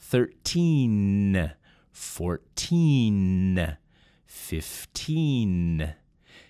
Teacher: That N sound is made by hitting the tongue up against the top teeth in your mouth.